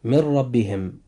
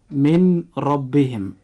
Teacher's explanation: أيضا مثال آخر: من ربهم. وجود حرف الراء في كلمة ربهم جاء بعد حرف النون الساكن في من، فهنا يجب أن يحدث إدغام بغير غنة · Shown in: first take · فننطق هاتين الكلمتين هكذا: من ربهم، ولا ننطقها هكذا: من ربهم.